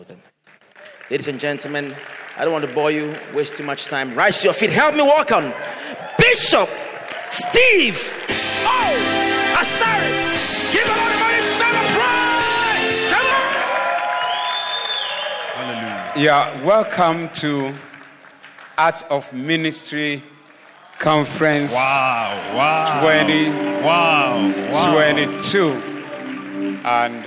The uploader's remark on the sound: Preached at AOM Day 1, Evening Session